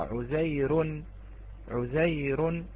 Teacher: بما أنها استوفت الشروط، استوفت الشروط، فهي إذن مرققة. الراء متطرفة وقبلها ياء ساكنة فهي مرققة